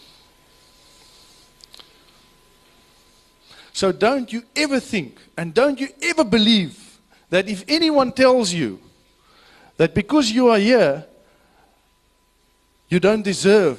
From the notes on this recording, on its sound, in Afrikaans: Luister na die opname van 'n herleweningsdiens, wat ons in 2010 by die Goodwood Korrektiewe Sentrum gaan hou het.